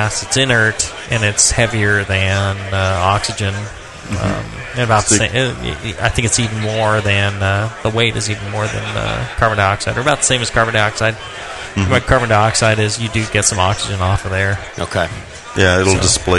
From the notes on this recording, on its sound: This episode was recorded live from the 2012 National Homebrewers Conference in Seattle Washington. Talk with the crowd.